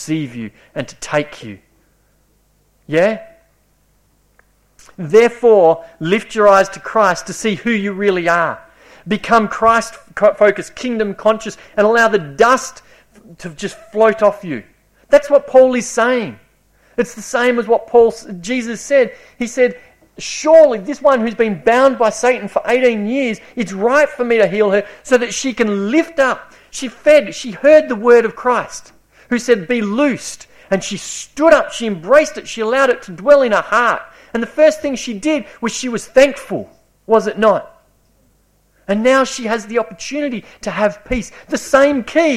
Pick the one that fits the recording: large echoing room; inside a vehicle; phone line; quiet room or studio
large echoing room